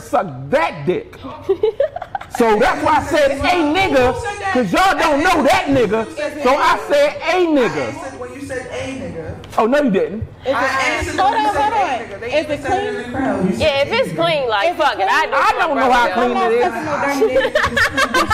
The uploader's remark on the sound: We back live from THE-O Oasis strip club in Baltimore, MD.